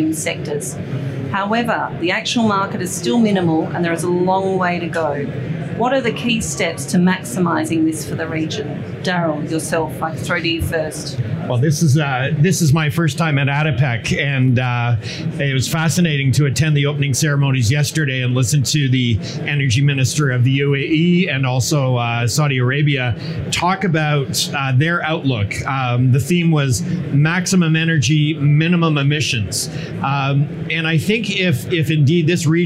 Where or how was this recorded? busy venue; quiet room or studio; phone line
busy venue